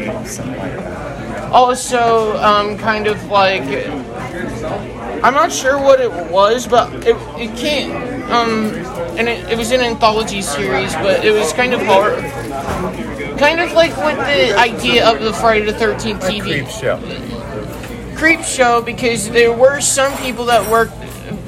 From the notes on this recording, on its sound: Live at their theatre's first showing of Halloween Ends.